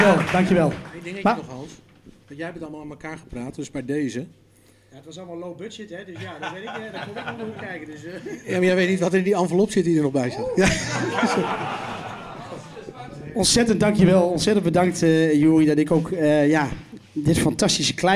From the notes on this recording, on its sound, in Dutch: Opname van de presentatie van het boek. 'Een geweldig decor onder de tribune waar het naar clubliefde en nostalgie ruikt.